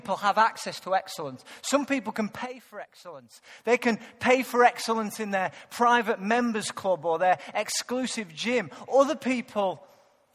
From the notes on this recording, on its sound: Recorded live at Life Church on Sunday 30th November 2014.